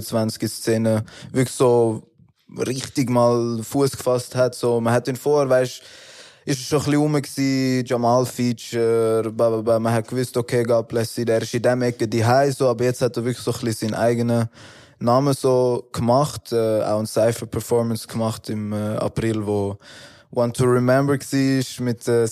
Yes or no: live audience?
no